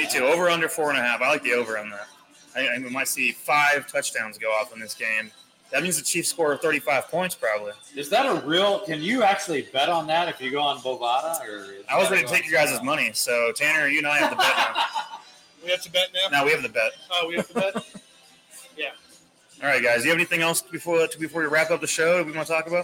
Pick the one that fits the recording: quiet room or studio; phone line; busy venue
busy venue